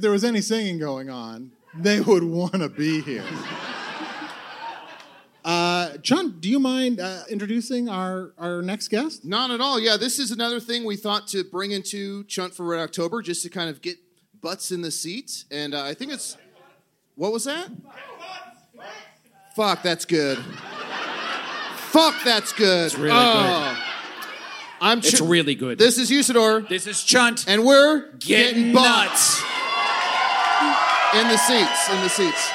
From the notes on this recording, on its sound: Recorded live at the Bell House in Brooklyn.